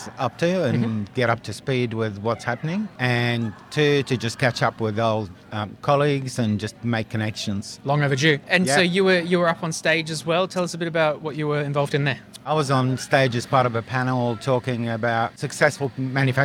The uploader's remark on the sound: Earlier this year, the Australian Medtech sector reunited in Melbourne to learn, connect and celebrate its achievements at the AusMedtech 2022 Conference, by AusBiotech . It was a record turn out and a great event overall, and Talking HealthTech was there recording interviews with speakers in our booth.